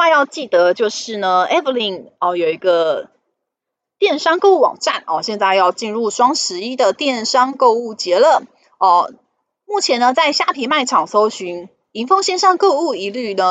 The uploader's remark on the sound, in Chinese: 本集有些許雜音，已亟力避免，如有察覺請多多包涵